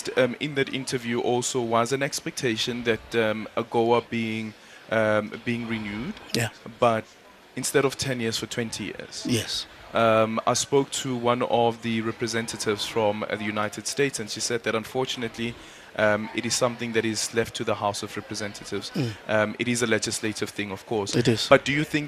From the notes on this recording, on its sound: We continue with our live coverage of the AGOA Forum.